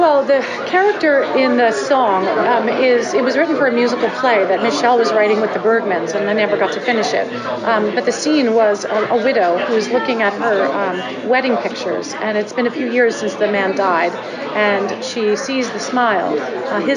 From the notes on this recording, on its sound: live from Feinstein's/54 Below press day